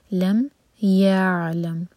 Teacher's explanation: عین ساکن پر جھٹکا نہ ہو اس لیے تھوڑا سا ٹائم دیں گے عین پر تاکہ عین کلیئر آئے